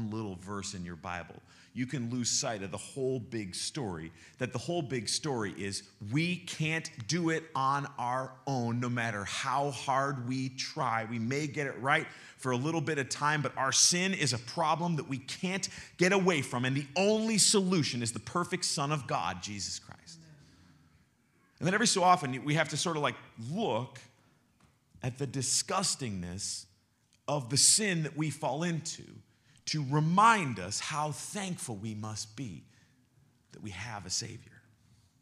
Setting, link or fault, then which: setting, large echoing room